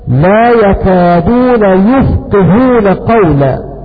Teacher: بضم الياء وكسر القاف